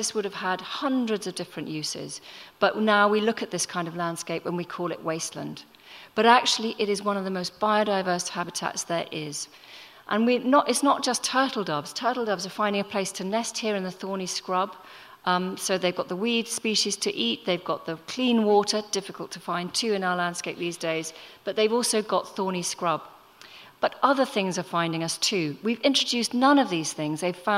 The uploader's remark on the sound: Recorded at The Tabernacle in London in May 2018.